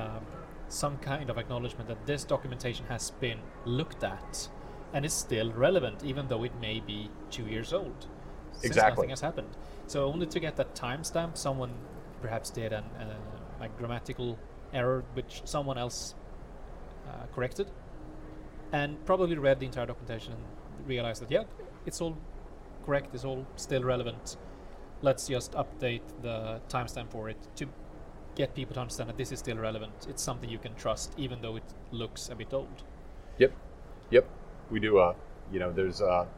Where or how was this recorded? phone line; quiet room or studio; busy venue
busy venue